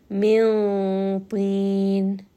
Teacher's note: So طاء is one of حروف باقي، so it is going to be one of the letters of إخفاء، meaning that نون ساكن is going to be hidden within the letter طاء، within the مخرج of the letter طاء. And because طاء is a heavy letter, part of خصة ضغط القلب، then this إظهار or this إدغام or whatever rule is before has also become heavy.